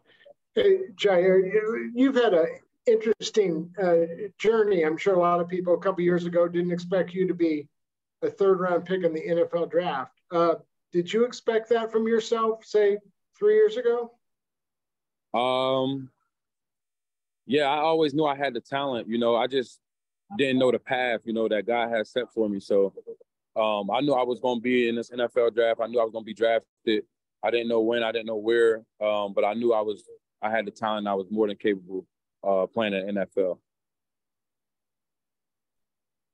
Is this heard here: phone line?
yes